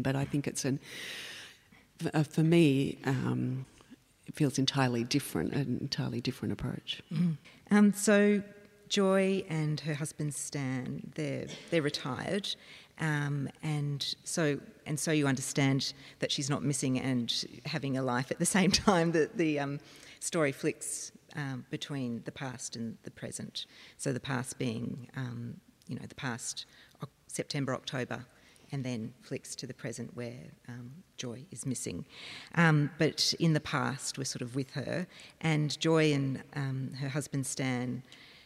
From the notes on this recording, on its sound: Recorded at the Castlemaine Town Hall. Presented in partnership with Castlemaine State Festival – A Dialogues Special Event.